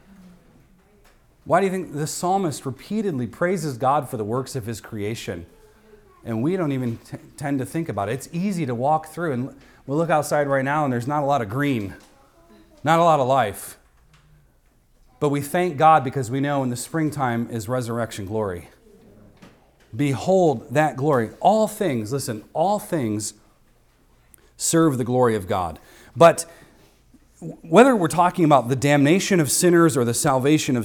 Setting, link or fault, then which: setting, large echoing room